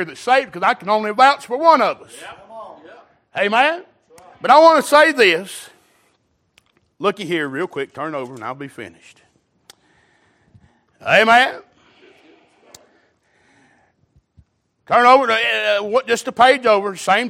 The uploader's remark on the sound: Recorded December 31, 2022 - Watchnight Service